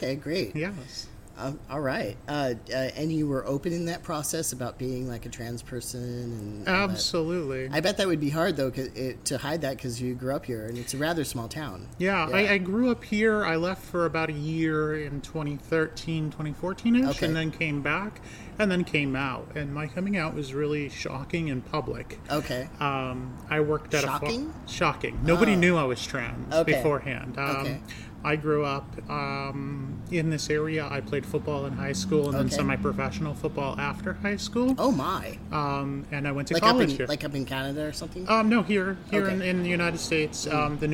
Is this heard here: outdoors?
yes